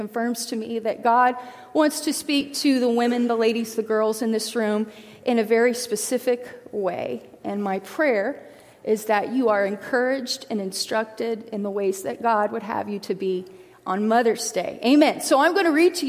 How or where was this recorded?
large echoing room